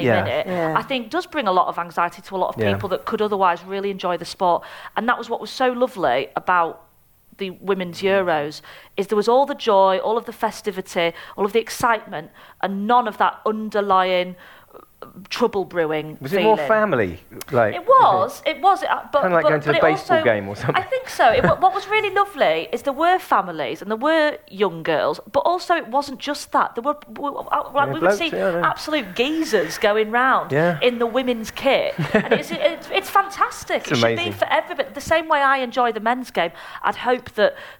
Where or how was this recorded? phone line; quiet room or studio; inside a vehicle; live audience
live audience